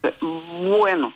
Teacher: La B larga, sí, o alta, que la llaman también, es un sonido bilabial. Es decir, que para pronunciar la B alta o B larga, debemos utilizar el labio inferior y el labio superior inferior.